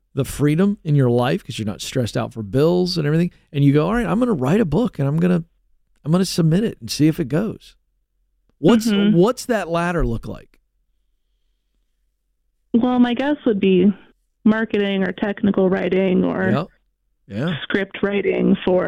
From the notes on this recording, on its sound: A Live Coaching Call